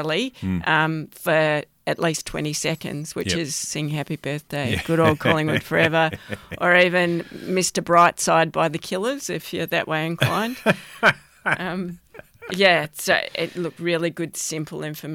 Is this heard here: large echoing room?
no